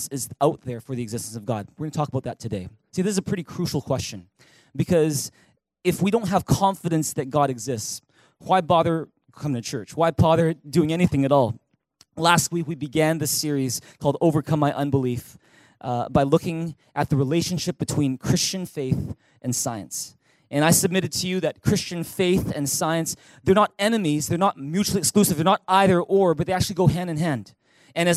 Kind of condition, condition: setting, large echoing room